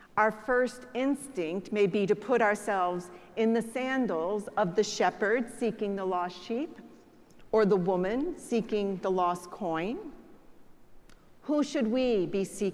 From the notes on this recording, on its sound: preached at the celebration of the Holy Eucharist on the Fourteenth Sunday after Pentecost.